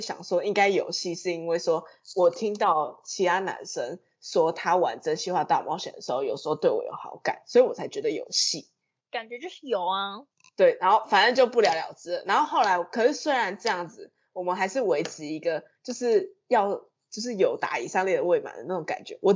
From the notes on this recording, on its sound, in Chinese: 線上錄音 麥克風爆音 耳朵注意!